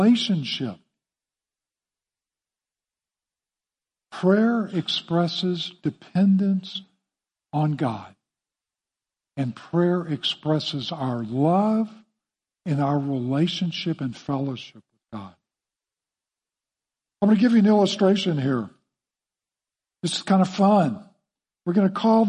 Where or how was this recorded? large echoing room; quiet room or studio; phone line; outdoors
large echoing room